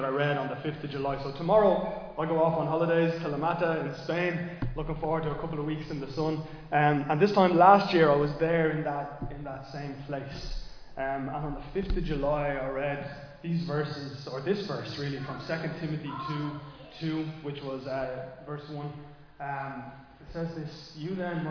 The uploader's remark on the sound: Recorded live in Liberty Church on 11 July 2023